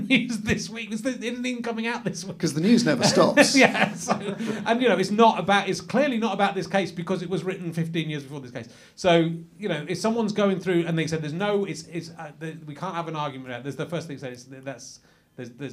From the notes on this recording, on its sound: The first one since March in front of an audience. We're at the prestigious Bill Murray pub in North London.